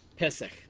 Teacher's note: And if you want to have it in your notes, it would be something like P-E-S-E-C-H, or maybe K-H. Pesach, a softened guttural at the end